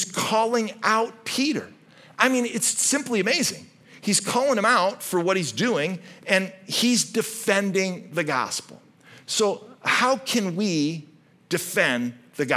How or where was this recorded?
large echoing room